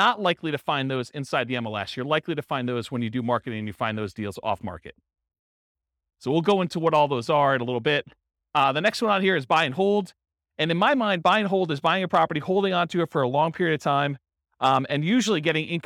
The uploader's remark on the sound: Port St Lucie, Florida. This was a live class recorded to give investors a solid qualitative overview of all the different real estate investing strategies.